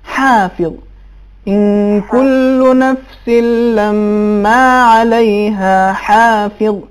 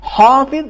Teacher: عین اور ہا دونوں کو ہم غلظت کے ساتھ ادا کریں گے لیکن تفخیم کے ساتھ نہیں ادا کریں گے · Shown in: first take